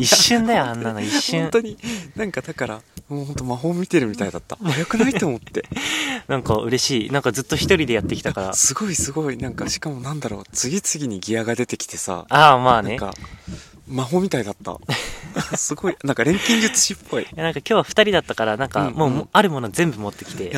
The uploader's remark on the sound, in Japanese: 今日は初のキャンプ収録